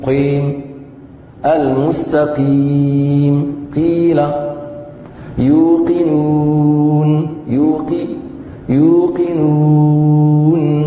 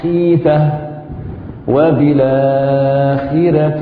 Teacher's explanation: إذا هذا فيما يخص الآن الحديث عن مراتب التفخيم والذي يفخم نسبيا حروف الاستعلاء القاف والغين والخاء. وذلك إذا كانت مكسورة · Term: التفخيم النسبي